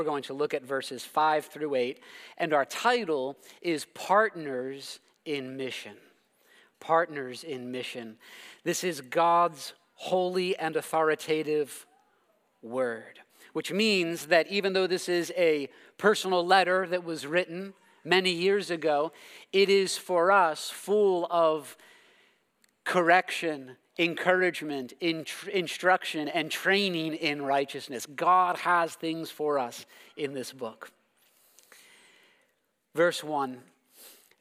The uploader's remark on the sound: preached this sermon at Covenant Fellowship Church